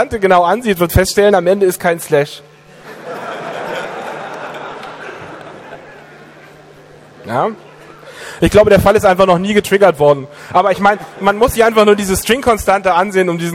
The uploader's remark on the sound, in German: Das Literarische Code-Quartett (21c3). Auf der Bühne mit Publikum.